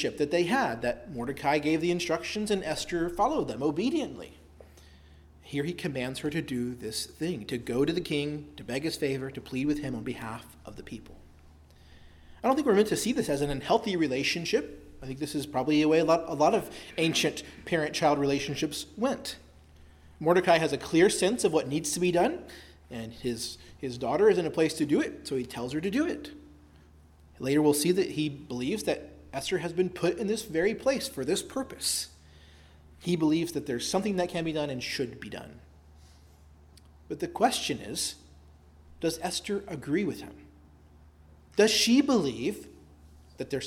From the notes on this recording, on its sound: preached at Christ Our Savior Baptist Church